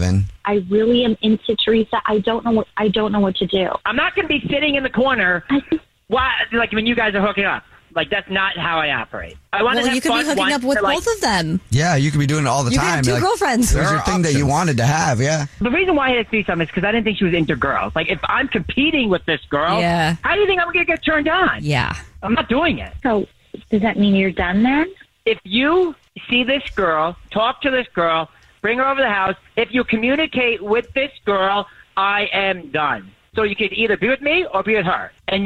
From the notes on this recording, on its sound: We have a listener on the phone who thinks his girlfriend of 3 years is cheating on him.